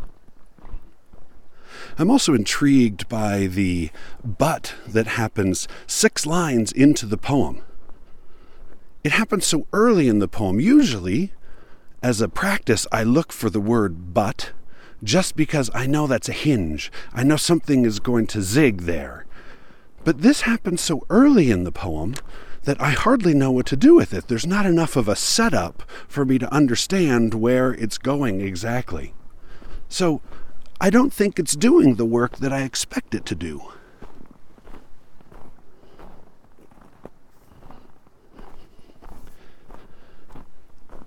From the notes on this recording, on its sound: While hiking in the Utah mountains.